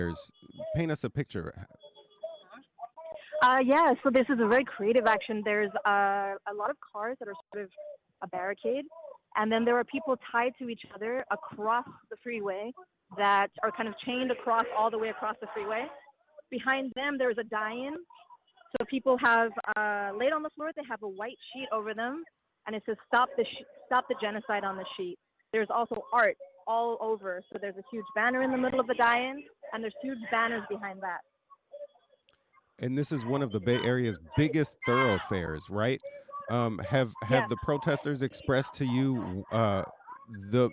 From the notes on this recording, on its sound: Live from the Scene. On today’s live show we preempted all of our normal coverage to go straight to the San Francisco Bay Bridge where protesters blocked all traffic in the westbound direction. KPFA.